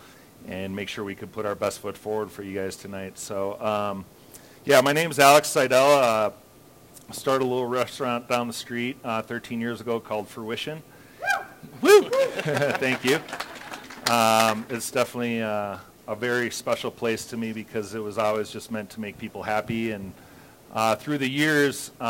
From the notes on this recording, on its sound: Cooking live for you from Logan Street Denver and Carboy Winery! This is night three of the Fall Dinner Series.